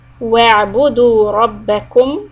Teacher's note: From dhamma to the meem sukun, flatten the lips.